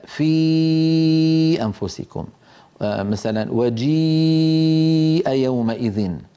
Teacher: نجد بأن الياء لابد فيها من ارتفاع وسط اللسان مع اهتزاز الوترين الصوتيين في الحنجرة · Term: الياء المدية